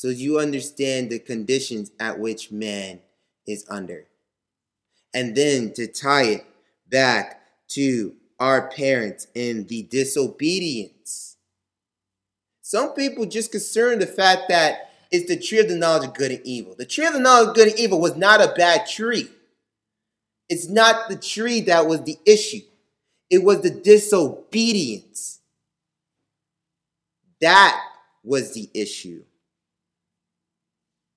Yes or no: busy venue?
no